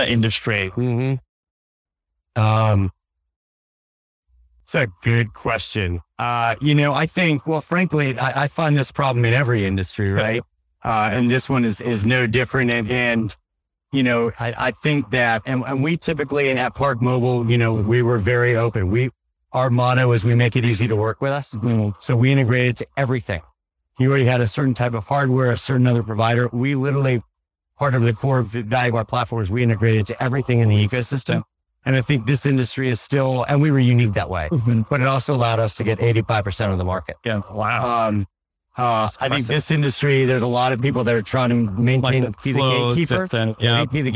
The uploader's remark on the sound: LIVE at Optech